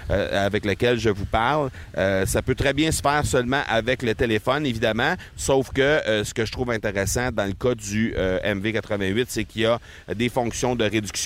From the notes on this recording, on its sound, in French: Je suis présentement sur la plage près de Cancún, les deux pieds dans le sable et j'enregistre avec mon micro MV88 de Shure, pour que vous puissiez entendre les sons ambiants volontairement.